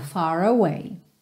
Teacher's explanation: Aqui, far away, a gente junta no R enrolado